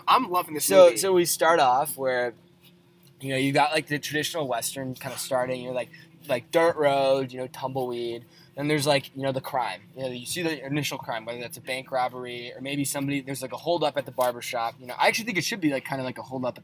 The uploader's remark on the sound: Recorded on a boat.